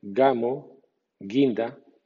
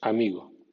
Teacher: en español hay dos sonidos de G, una cerrando la garganta, gamo, guinda, y otra no cerrando la garganta